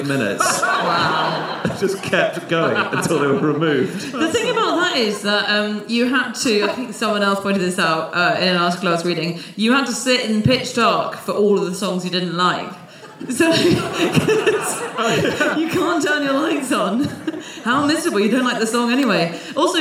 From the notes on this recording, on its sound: Live from Gothenburg